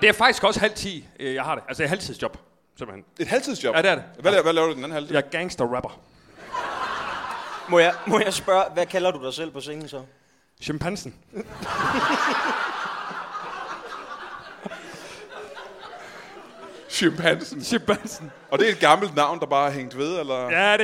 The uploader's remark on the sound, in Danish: LIVE fra Slagteriet i Odense